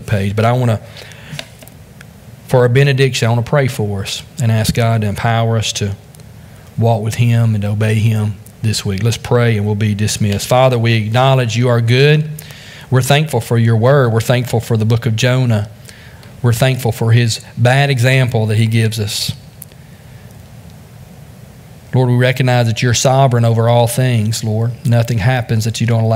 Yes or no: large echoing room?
yes